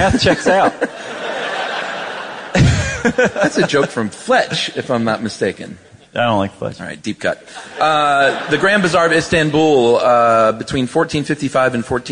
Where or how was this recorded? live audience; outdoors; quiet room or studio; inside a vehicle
live audience